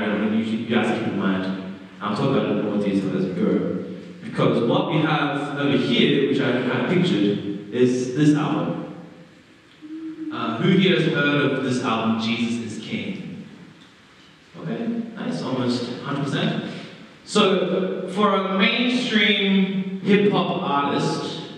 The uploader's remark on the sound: Terrible audio quality